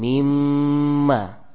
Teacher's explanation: mim sukun bertemu dengan mim yang berharokat, ya, terjadilah idgham